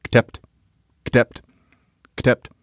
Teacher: this is how Arabic is rendered by people speaking a language like Berber, where you can leave out the vowels.